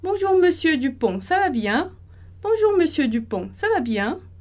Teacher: E aí o bien vira a minha sílaba mais forte ali no segundo período na pergunta. A entonação de novo subindo porque se trata de uma pergunta